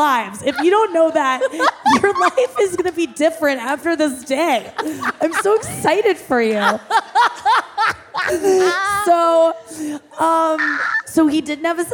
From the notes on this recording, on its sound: The Talkhouse Podcast team is back from Life Is Beautiful Fest in Las Vegas. Today’s show was recorded at Life Is Beautiful. At Hook and Fade Studios in Brooklyn.